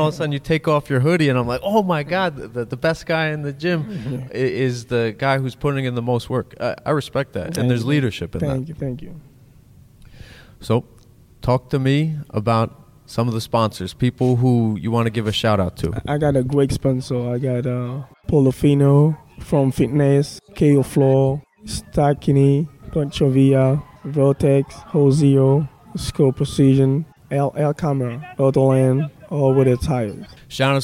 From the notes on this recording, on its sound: IN-GYM.